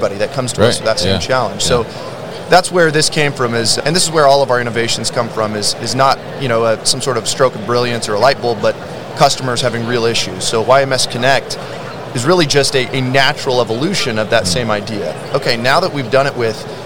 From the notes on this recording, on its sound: Yard Management Solutions at MODEX 2022